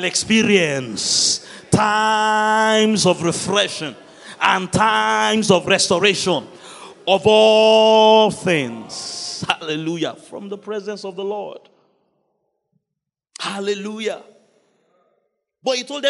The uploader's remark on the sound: Wednesday Service. By Kingsword Ikeja.